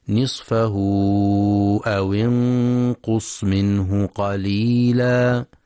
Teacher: ينتبه القارئ لمد الصلة الكبرى، يمد بمقدار أربع أو خمس حركات في رواية حفص من طريق الشاطبية.